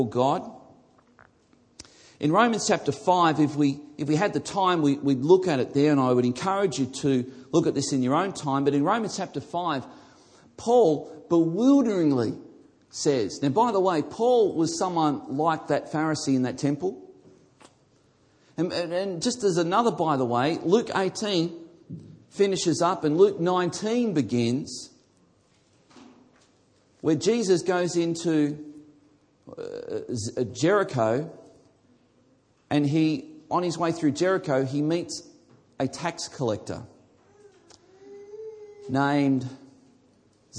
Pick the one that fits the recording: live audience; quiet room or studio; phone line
live audience